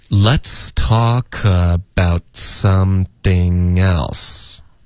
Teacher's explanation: about 的特省略的时候记得要有一个干脆的停顿舌尖要顶上颚